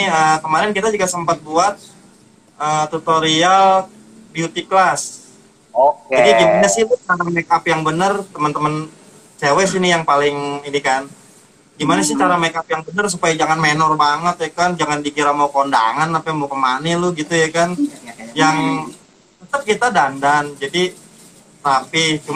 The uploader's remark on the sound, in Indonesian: Podcast ini merupakan obrolan kami di live instagram